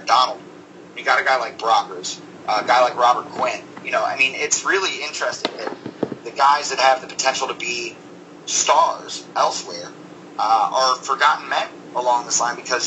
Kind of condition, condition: fault, poor sound quality